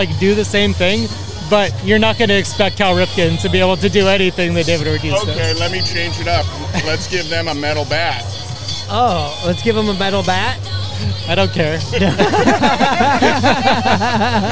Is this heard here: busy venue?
yes